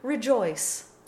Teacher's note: open O to open capital I, as in rejoice.